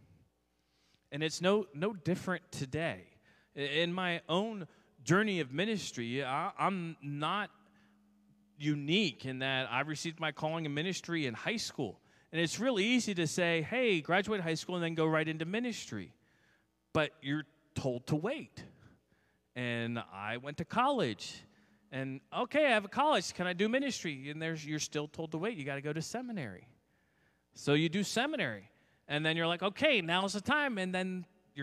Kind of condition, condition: setting, large echoing room